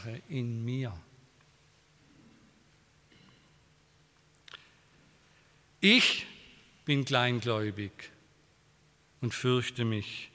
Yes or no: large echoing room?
yes